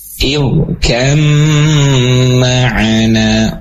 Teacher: ditahan idgham dengan gunnah memanjang itu dua harakat